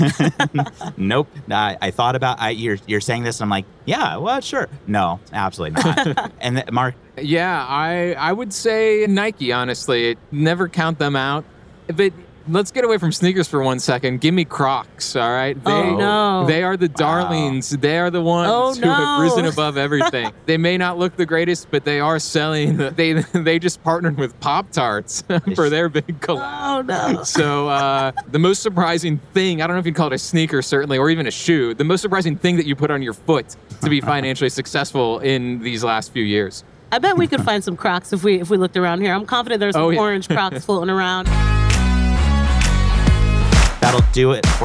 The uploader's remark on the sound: Recorded in front of a live audience at Inbound in Boston.